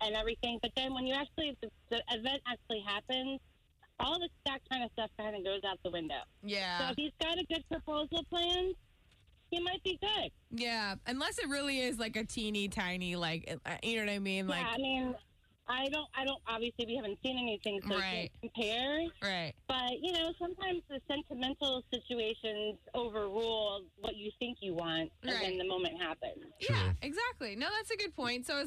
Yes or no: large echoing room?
no